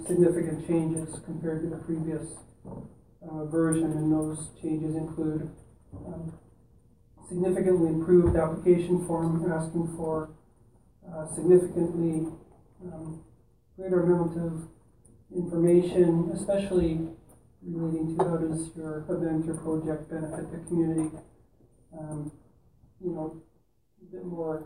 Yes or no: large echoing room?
yes